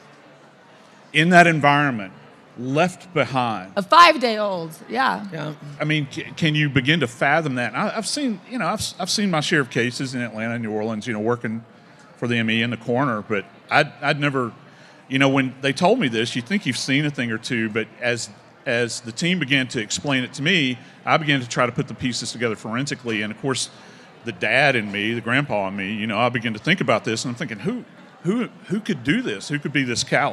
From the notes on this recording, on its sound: The KT Studios team was asked to speak on a panel at CrimeCon Las Vegas. This episode is a live conversation and Q & A from the event.